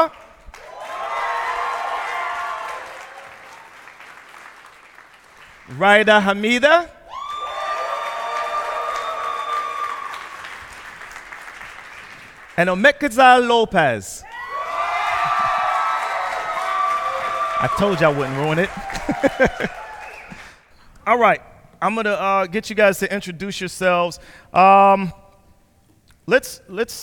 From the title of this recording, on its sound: Live in Sacramento